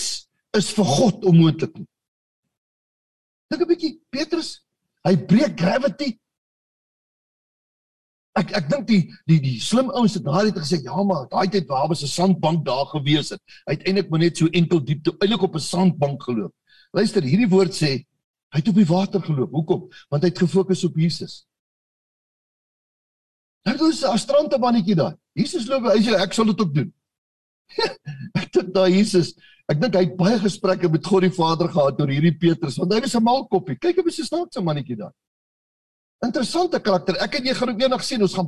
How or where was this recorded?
video call